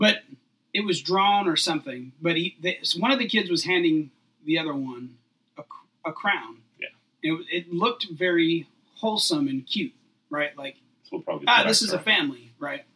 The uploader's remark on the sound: They would like to apologize for the technical issues with audio.